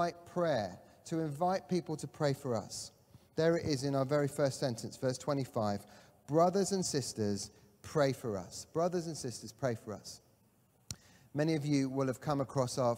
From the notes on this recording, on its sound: Catalyst Live Online Church Service.